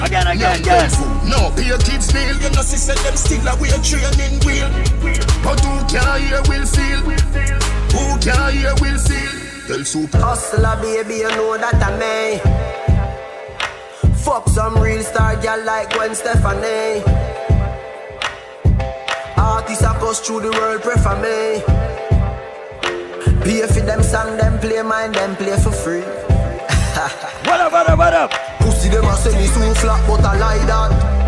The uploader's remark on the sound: LIVE AT FETE FRIDAYS ON OCTOBER 14. LIVE AUDIO.